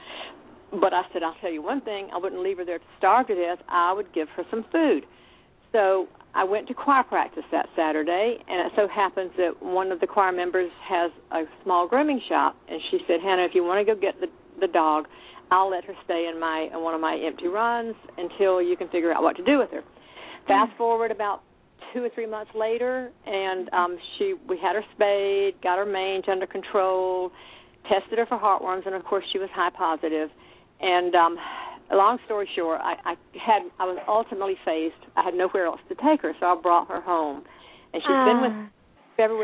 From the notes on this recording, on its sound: open up the lines for listeners to call